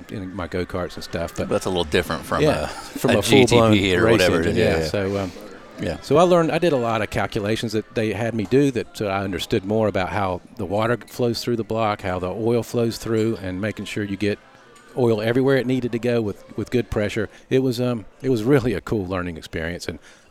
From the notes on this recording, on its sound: Lunch was served at Pacific Coast Grill in Cardiff, CA